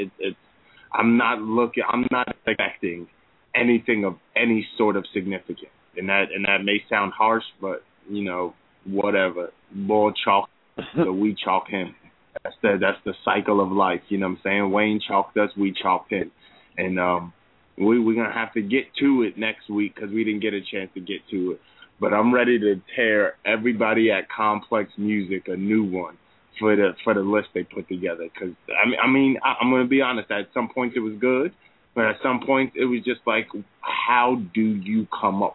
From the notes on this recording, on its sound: Our hosts and live callers